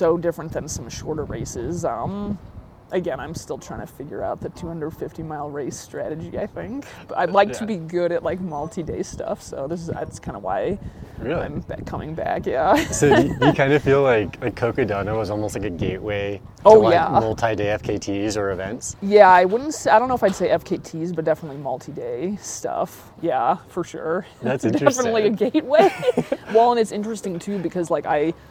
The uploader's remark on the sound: Met up at the Grand Canyon to record this episode. We recorded outside after we both wrapped up our runs for the day.